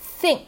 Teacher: 那舌尖呢轻轻的啊，稍微出来一点，然后呢牙齿呢轻轻的去咬合你的舌尖，然后之后呢，因为它是一个清辅音，所以气息呢不受阻碍的出去，我们的喉咙不要震动